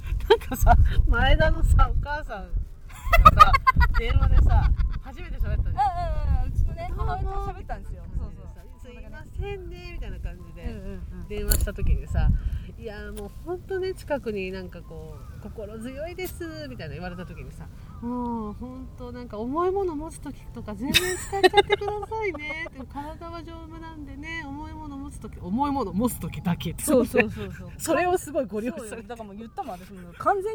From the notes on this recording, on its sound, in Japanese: 青空収録月間で音悪くてごめんなさい